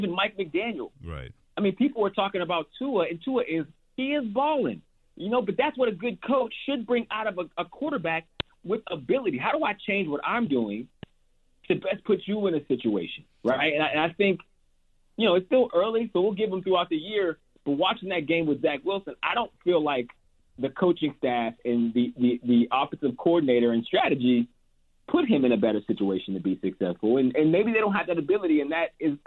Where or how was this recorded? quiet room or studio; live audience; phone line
phone line